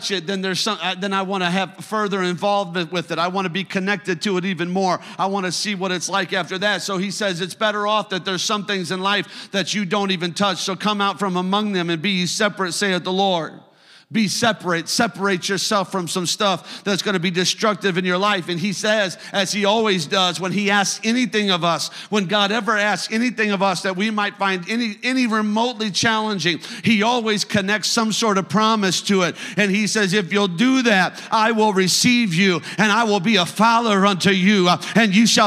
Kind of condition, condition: setting, large echoing room